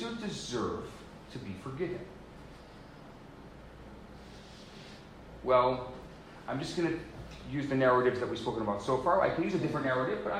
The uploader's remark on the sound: Recorded Live at Chabad NDG in Montreal Quebec.